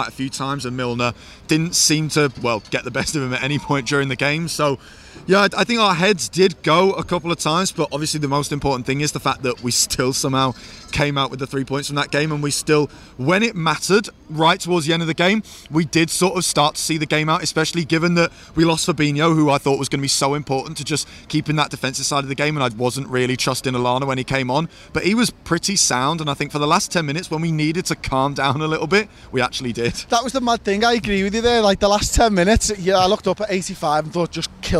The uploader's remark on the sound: The lads are outside Anfield with their immediate thoughts